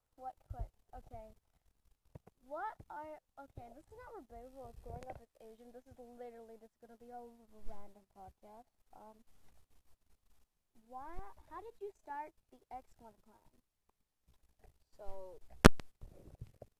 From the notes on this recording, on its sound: the audio is trash